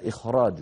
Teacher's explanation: وخاء إخراج بتفخيم أتت من أجل راء بعدها إن فخمت، يعني عللها بأن بعدها راء مفخمة